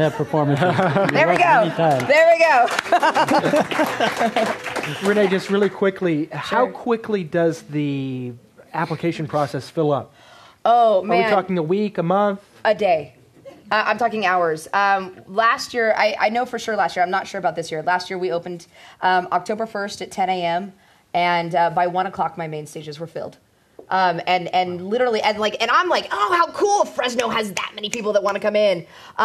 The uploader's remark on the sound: At a "Living the Arts" panel co-presented by Zócalo and the James Irvine Arts Foundation at Arte Americas in Fresno, California